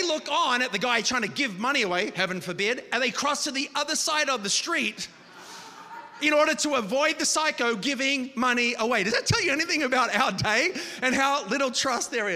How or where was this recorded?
large echoing room